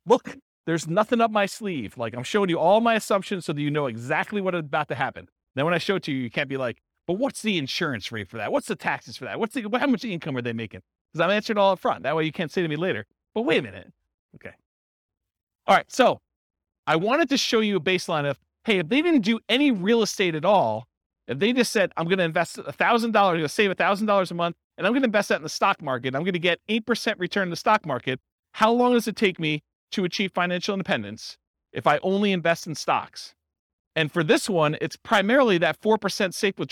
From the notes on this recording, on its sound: This was a live class recorded